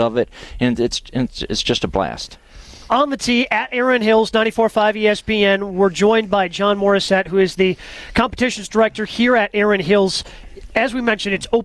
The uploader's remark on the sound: Live from Erin Hills